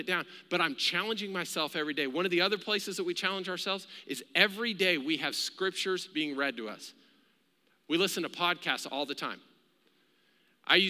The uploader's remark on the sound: Recorded live during our Wednesday night service